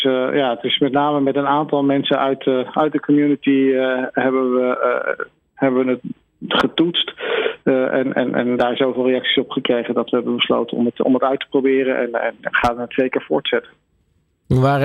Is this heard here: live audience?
no